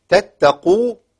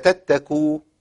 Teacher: القاف المضمومة يكثر الخطأ فيها في إبدالها بكاف